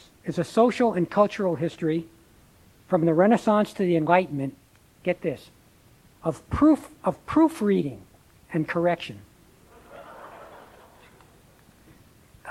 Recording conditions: large echoing room